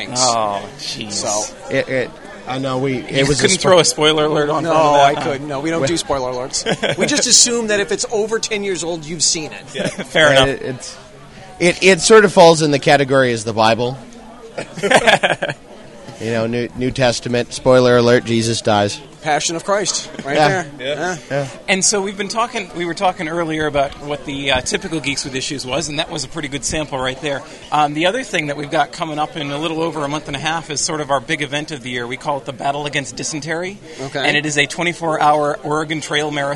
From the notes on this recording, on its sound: A conversation with the guys from "Geeks With Issues" that was recorded at this year�s New York comic-con.